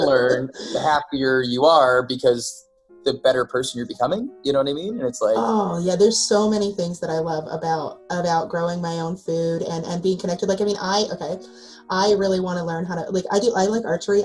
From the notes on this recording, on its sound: Audio Quality- This episode was edited with no experience, and may be reflected in the audio quality.